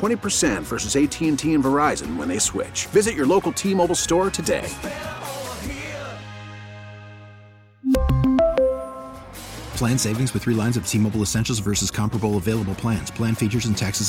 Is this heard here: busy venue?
yes